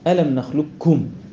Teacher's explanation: فلا صوت اطلاقا ولا صفه للقاف، الم نخلقكم كاف مباشره · Term: الادغام الكامل